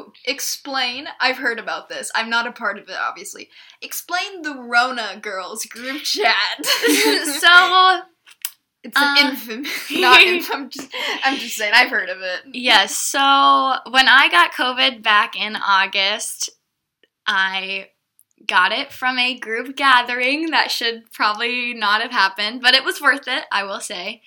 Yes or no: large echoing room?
no